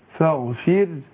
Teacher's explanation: برقق الراء هنا هو عشان ساكنة وما قبلها مكسور